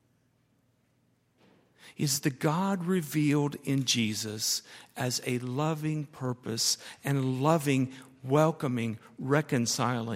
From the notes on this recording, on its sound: at Highland Baptist Church